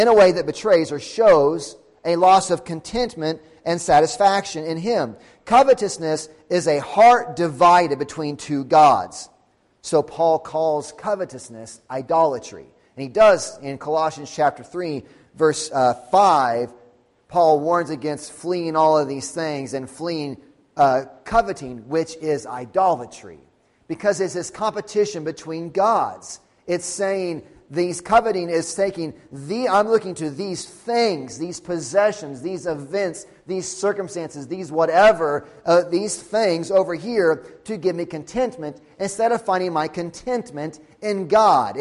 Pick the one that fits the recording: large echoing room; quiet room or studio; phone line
large echoing room